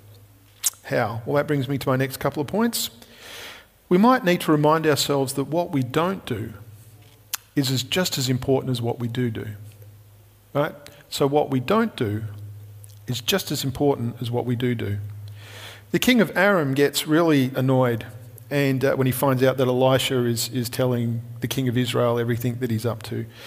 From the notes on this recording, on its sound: Recorded at Restore Church on September 6th, 2021